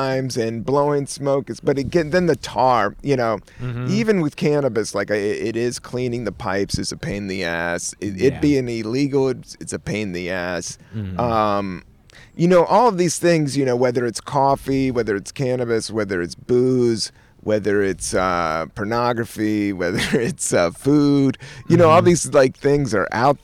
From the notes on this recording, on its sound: outside in Prospect Park in Brooklyn, NY.